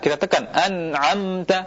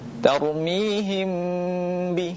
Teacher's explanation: Kalau mim yang izhar an'amta, kita tekan an'amta. Adapun mim ikhfa tidak kita tekan. Kita tempelkan saja tapi tidak kita tekan. · Shown in: second take · Tarmihim bi mim ba'di, bukan mim ditekan.